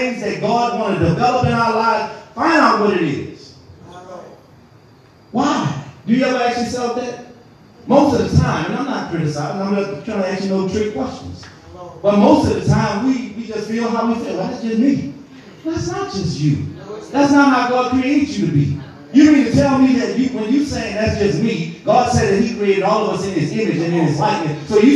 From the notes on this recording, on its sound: This podcast episode is recorded during our Tuesday evening bible study.